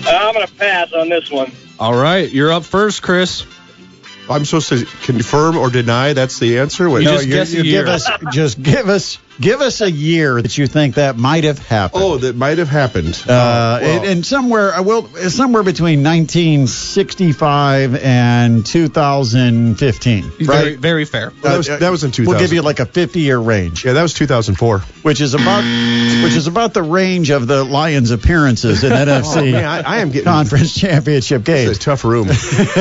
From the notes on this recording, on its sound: Guest line over the phone.